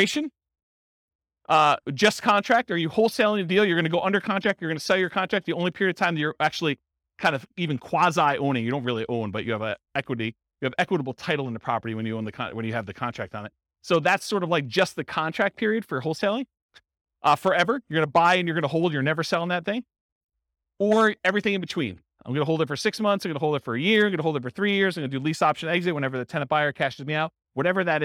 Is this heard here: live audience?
yes